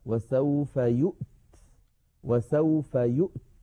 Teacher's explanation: وقفنا عليها اضطرارا أو اختبارا نقف عليها وسوف يؤت، وسوف يؤت بهمزة ساكنة وبعدها تاء ساكنة، فيها شيء من الصعوبة